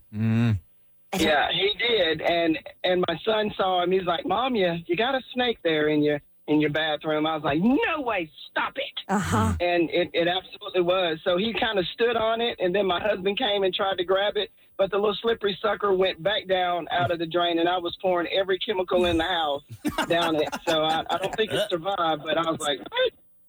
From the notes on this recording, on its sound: A bunch of people called in to tell us their horror and/or comedy stories!